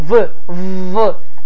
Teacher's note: V səsində yuxarı kəsici dişlər aşağı dodağa dəyir